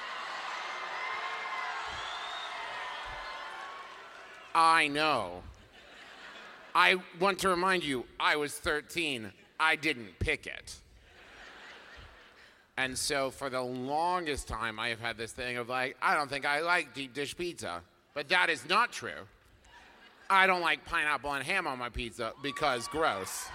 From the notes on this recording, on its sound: our live episode from Chicago